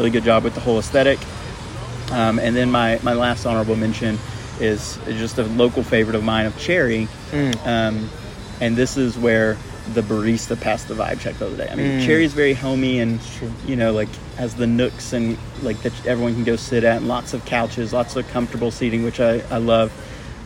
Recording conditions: background noise